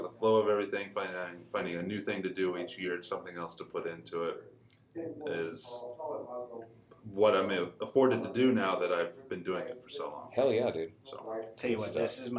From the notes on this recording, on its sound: live from the Kansas City Paracon